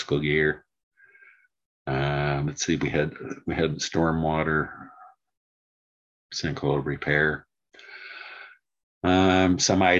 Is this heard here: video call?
yes